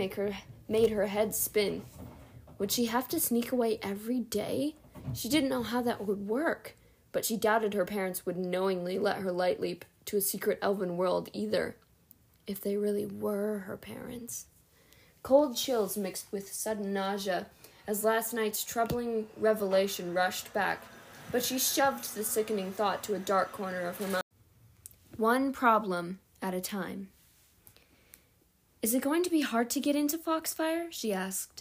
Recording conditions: sounds in the background